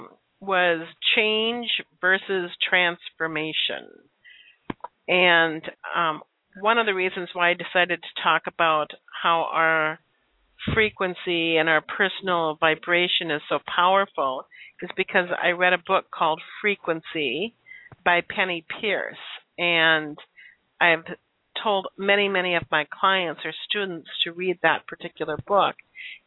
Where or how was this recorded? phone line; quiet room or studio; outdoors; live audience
phone line